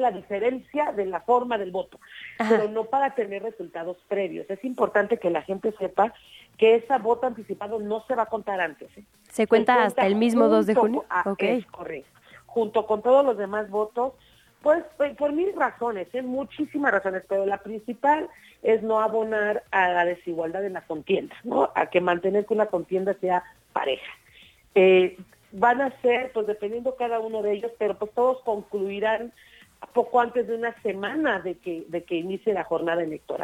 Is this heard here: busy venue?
no